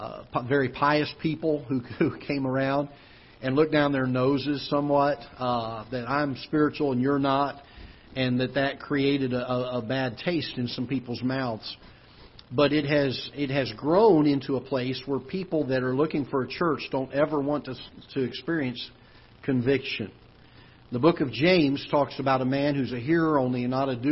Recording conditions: large echoing room